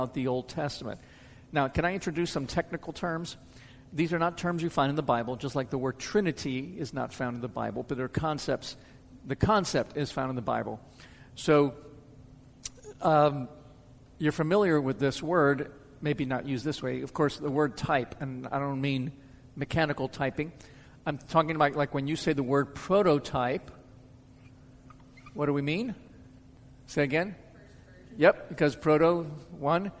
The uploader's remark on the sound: Answers questions from the audience.